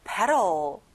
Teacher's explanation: 가운데 T 발음은 안 나죠